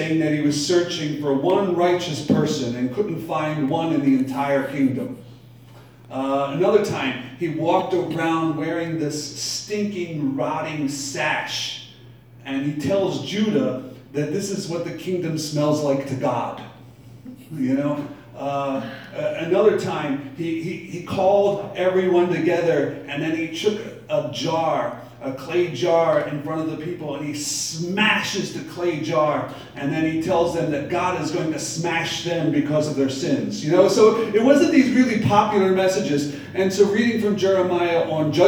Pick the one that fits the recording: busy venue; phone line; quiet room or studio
busy venue